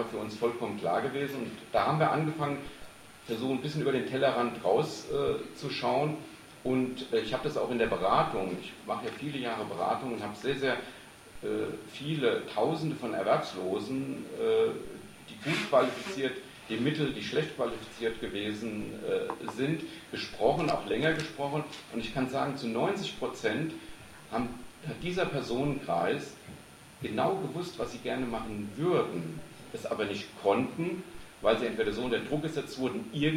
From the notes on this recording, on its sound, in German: Livemitschnitt einer Lesung /Buchvorstellung im JosFritz Café Freiburg am 12.